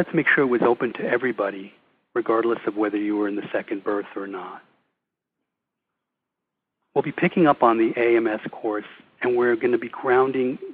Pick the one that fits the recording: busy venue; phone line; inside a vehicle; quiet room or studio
phone line